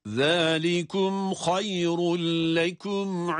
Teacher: Burada tenvin kendisinden sonra gelen lam harfine idgam edilmiştir. İdgamı bilağunne olması sebebiyle lam harfi şedde ile okunmakta, şeddeli gibi okunmakta.